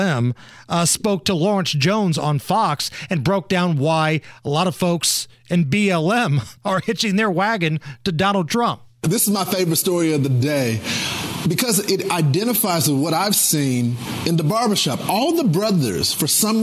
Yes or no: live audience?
no